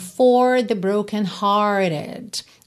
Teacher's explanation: Percebe que você não ouviu aquele R enroladinho.